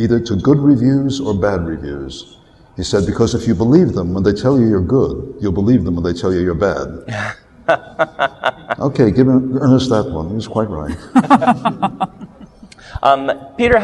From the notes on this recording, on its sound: recorded live at Westercon 67